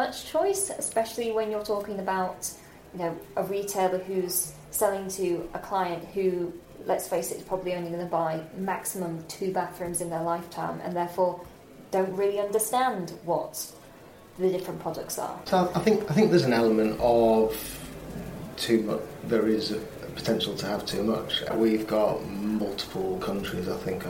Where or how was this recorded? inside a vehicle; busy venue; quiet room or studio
busy venue